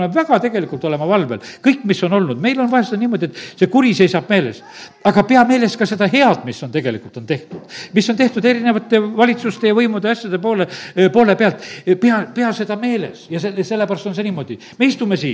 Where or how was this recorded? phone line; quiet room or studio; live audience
live audience